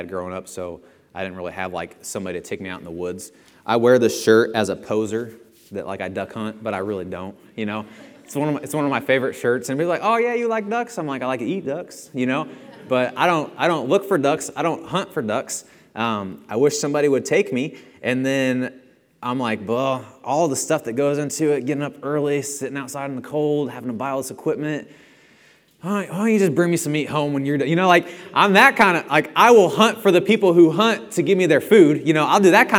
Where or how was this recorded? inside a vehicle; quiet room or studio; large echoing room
large echoing room